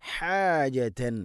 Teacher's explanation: ഹ തൊണ്ടയുടെ മധ്യഭാഗമാണ് ഹ. ഹാജത്ത് നമ്മൾ കേട്ടിട്ടുണ്ടാവും, ഒരു പക്ഷേ നമ്മൾ അങ്ങനെ തന്നെ ഓതി പറയരുത്.